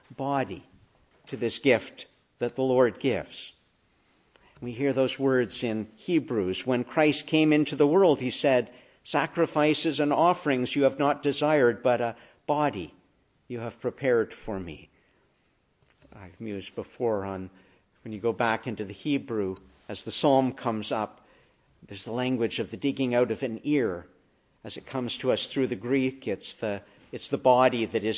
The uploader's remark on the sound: Preached in the Annunciation of the Blessed Virgin Mary, Ottawa, on our Feast of Title.